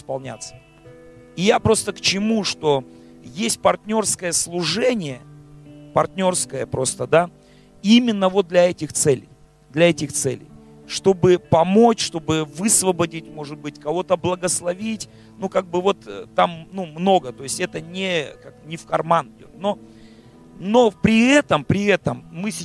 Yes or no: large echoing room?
yes